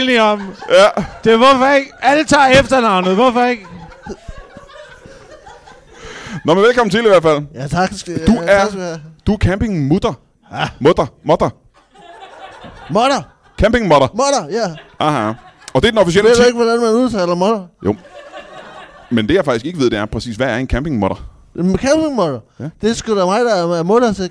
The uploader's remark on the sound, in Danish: LIVE fra Odense